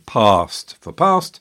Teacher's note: the broad A was heard in England